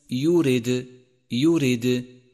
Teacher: لاحظ صفة القلقلة لحرف الدال في كلمة يورد، يورد، وقد لون بالأزرق الفاتح للدلالة على هذه الصفة، ولكن احذر عند نطقه من أن تتبعه بهمز، أي هكذا يورد، يورد، والصواب يورد، يورد، وحروف القلقلة يجمعها قولك قطب جد.